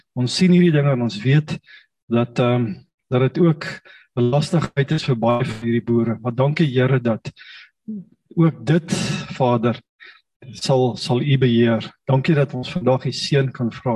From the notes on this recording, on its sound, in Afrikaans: Manne van die Woord Zoom Byeenkoms 15 Maart 2022